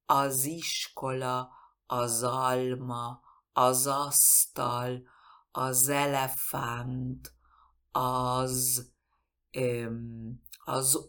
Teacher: Y cuando tengo la Z solita, la Z solita, esa tiene que vibrar como un mosquito. Lo tenemos en el artículo azishkola, azalma, azastal, az elefánt, az, az ¿no?